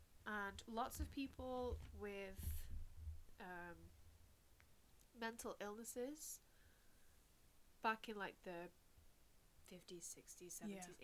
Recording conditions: background noise